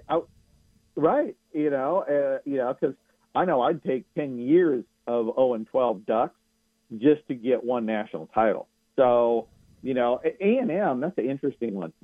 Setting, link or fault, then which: link, phone line